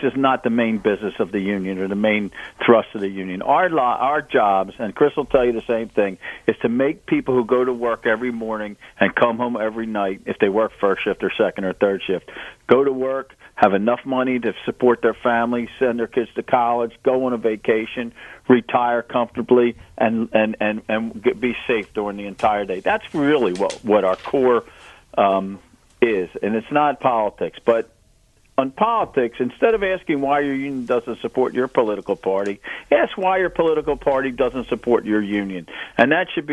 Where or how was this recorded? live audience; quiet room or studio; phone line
phone line